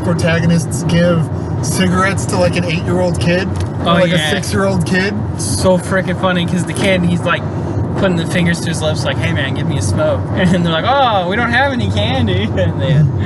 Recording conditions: inside a vehicle